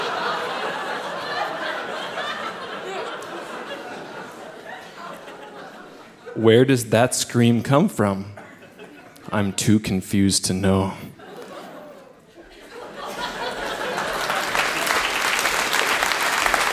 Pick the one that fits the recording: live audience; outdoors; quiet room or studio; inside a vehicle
live audience